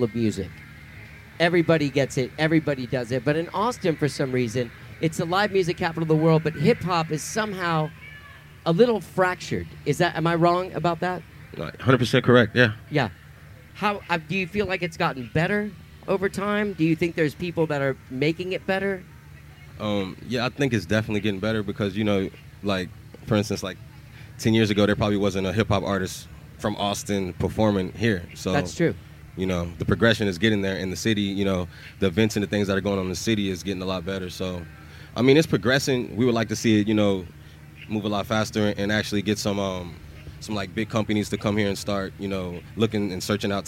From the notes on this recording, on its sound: These conversations were recorded live on stage. Live From Austin City Limits Music Festival! This year I was invited by Austin Music Foundation and ACL Cares to do a couple of live podcasts at Austin City Limits Music Festival.